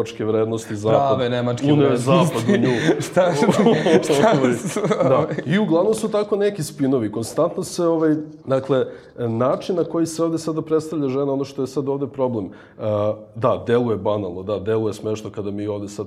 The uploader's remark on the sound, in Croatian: Ova epizoda je izvedena uživo u galeriji YIHR u okviru HFestivala.